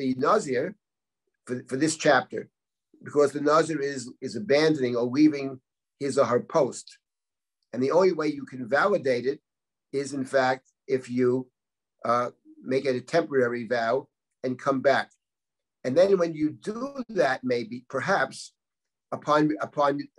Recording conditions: video call